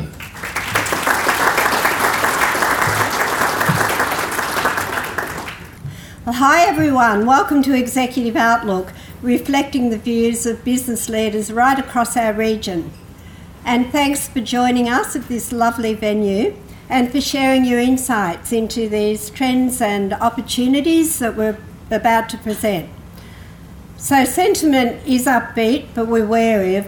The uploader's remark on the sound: The result of this year's survey was again presented to local business owners and managers at the annual Executive Outlook lunch. In front of a live audience at Ipswich Turf Club.